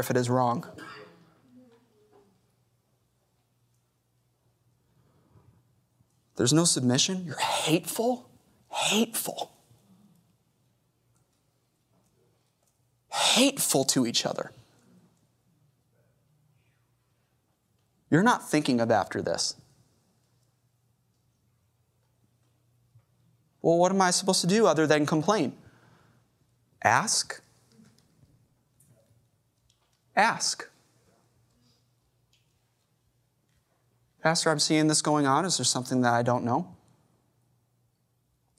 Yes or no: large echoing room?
yes